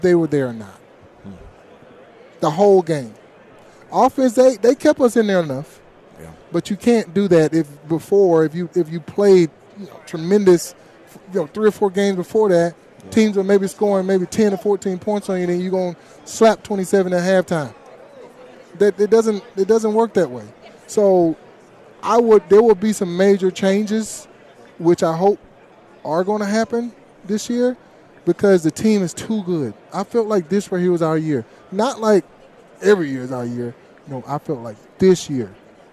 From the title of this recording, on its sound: live from Super Bowl Radio Row